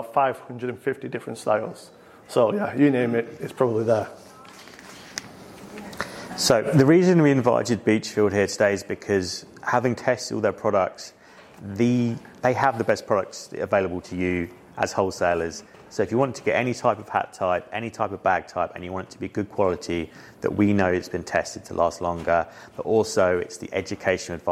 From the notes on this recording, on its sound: Headwear LIVE 2023. LIVE talk from their Headwear Event on June 28th.